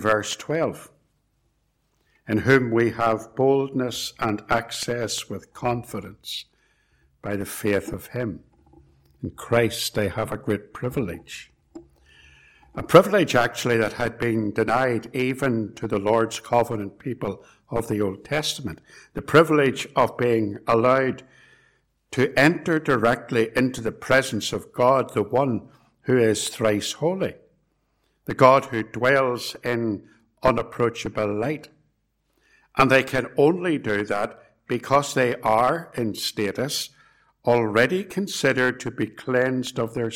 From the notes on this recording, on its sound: It was preached at both Ballymacashon and Templepatrick reformed Church, and was recorded at Templepatrick.